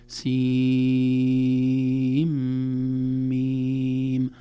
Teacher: أما سين وميم تمد مدا لازما أطول أنواع مدود · Term: مد لازم